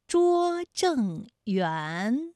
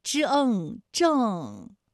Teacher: 园的韵母是乌安，它就是前鼻韵母，正是后鼻韵母